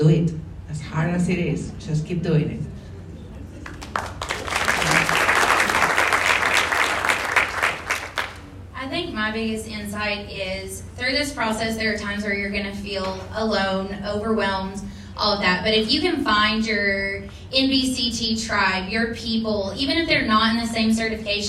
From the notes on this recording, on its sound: Live Podcast from San Antonio - Texas National Board Coalition for Teaching Annual Conference. The Texas National Board Coalition for Teaching hosted the National Board Conversations team to perform a podcast in front of a live audience at their annual conference. The episode features a panel of speakers from Texas.